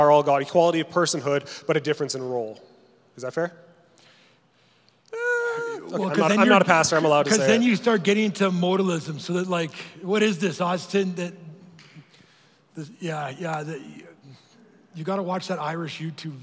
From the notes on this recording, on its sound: Answers some questions live at Church at 6, and then comes back to the studio to answer some more!